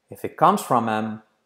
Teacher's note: Pero todo junto, if it comes from him, if it comes, la it, la t casi no se dice, if it comes from him, y salto la h de him